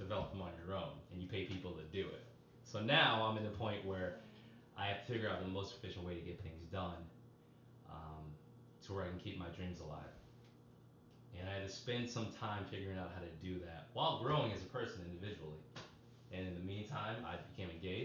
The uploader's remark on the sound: Forgive the background noise. My Fiancee' was talking in the next room and I wasn't about to tell her to quiet down.